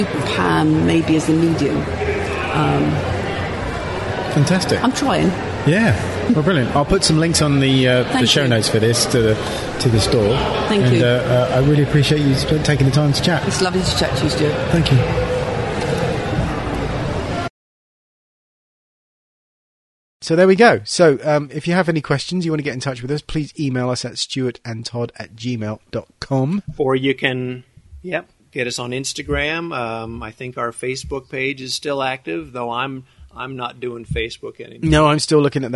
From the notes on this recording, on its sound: chat with some fine folks at IMATS London